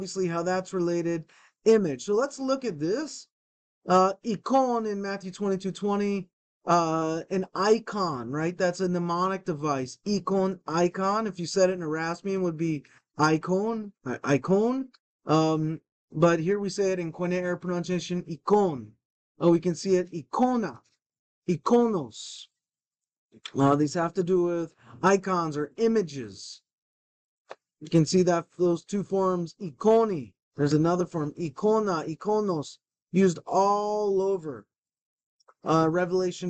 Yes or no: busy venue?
no